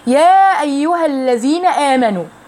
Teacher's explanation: أيها الألف هنا لم تتم، ليه؟ في حالة الوصل، ليه؟ لالتقاء الساكنين، لأن أنا عندي الساكن الأول حرف المد اللي هو الألف، والساكن الثاني اللي هو اللام الساكنة أو همزة الوصل، فبالتالي عايز أتخلص من هذا التقاء الساكنين ده اللي هو إيه؟